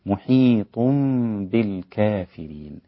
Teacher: إقلاب النون الساكنة أو التنوين ميما مخفاة مع الغنة